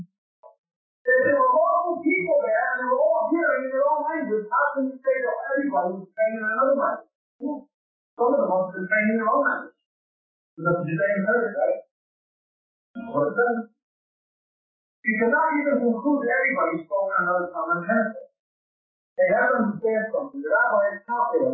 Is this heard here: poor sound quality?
yes